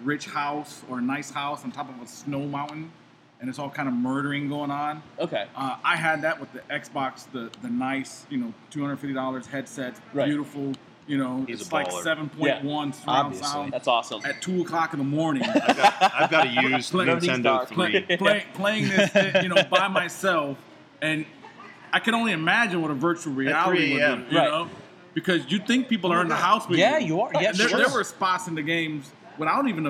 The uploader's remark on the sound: Record live from Tin Cannon Brewery in Gainesville with a live audience!